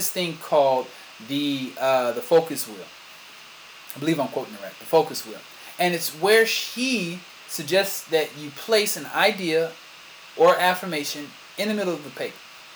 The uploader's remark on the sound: Sorry for the sound.